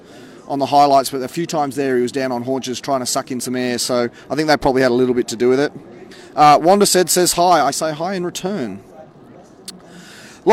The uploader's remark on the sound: on location at Canberra Stadium